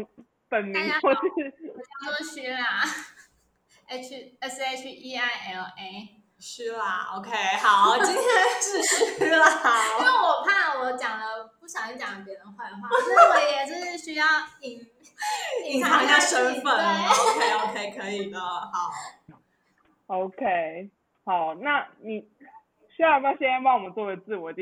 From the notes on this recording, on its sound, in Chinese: 本集仍是遠距錄音，音檔品質欠佳。